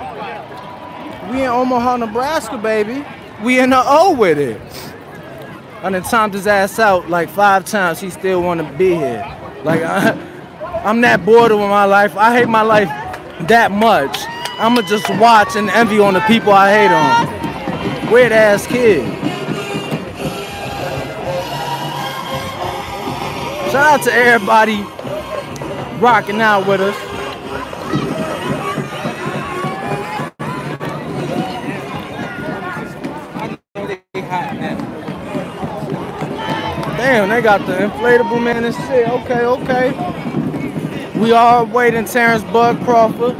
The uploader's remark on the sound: Live from Omaha Parade